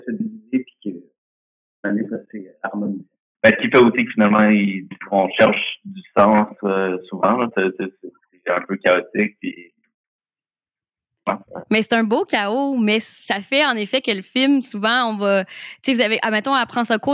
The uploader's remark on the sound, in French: Cette conversation vous transporte en 1992 avec sa qualité sonore douteuse.